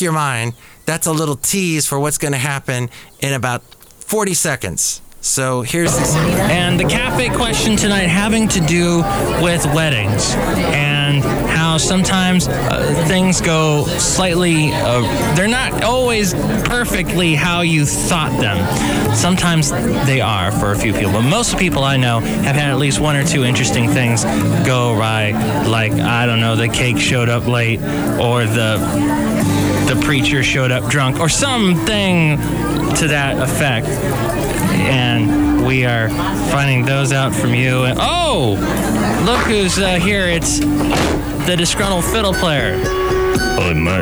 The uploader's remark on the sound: podcasts live from Café Anyway